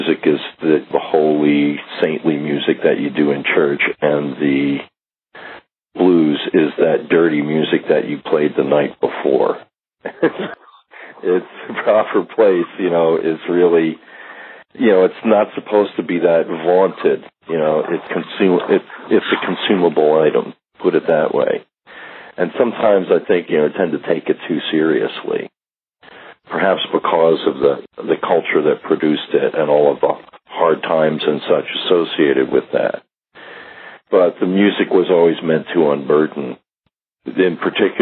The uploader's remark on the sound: We’ve got a phone interview from the archives.